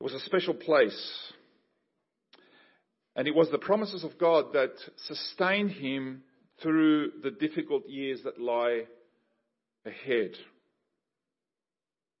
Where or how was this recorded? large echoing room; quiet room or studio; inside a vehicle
large echoing room